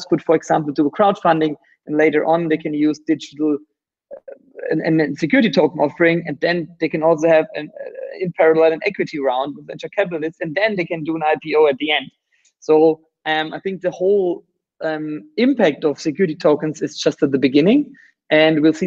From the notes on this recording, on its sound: You are listening to the audio track of a video interview conducted via Google Hangouts. The last few minutes of the interviews did not get recorded by the server.